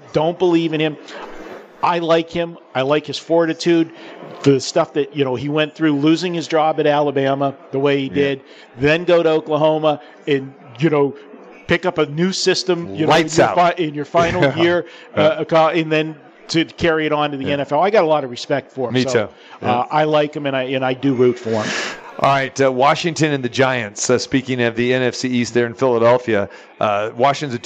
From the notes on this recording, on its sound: live from the Superbook at the Westgate